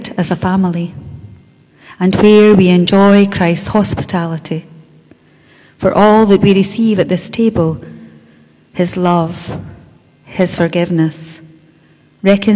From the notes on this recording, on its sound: Our live stream of todays service celebrating Holy Week. Today we welcome our fellow Bo'ness Churches for this special event.